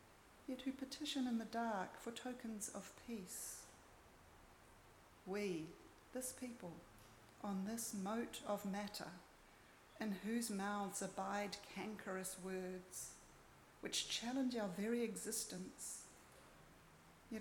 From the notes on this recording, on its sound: Recorded at Auckland Unitarian Church 21 January 2024